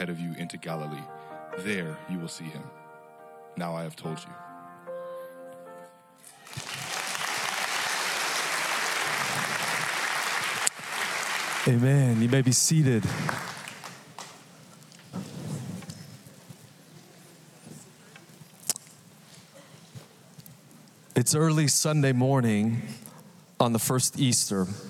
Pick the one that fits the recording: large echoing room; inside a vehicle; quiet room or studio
large echoing room